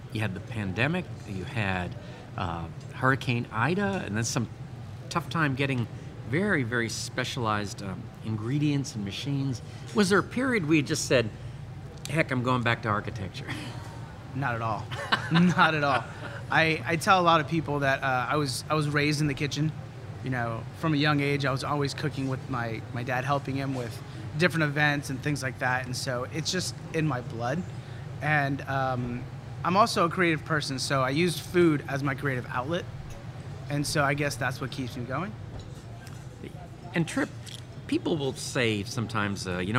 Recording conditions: busy venue